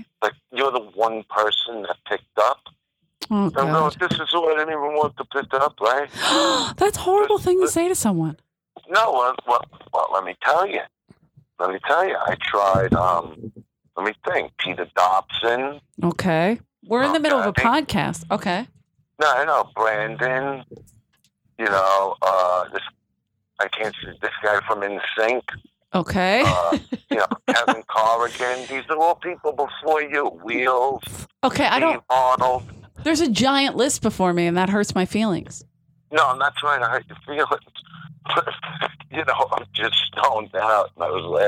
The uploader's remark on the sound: Comes into the studio while trying to remain positive. Special call.